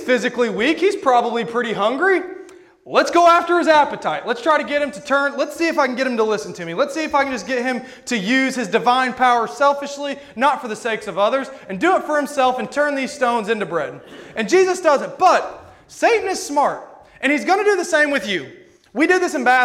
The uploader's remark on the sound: This sermon was preached at Rockville Church of the Nazarene on February 27, 2022.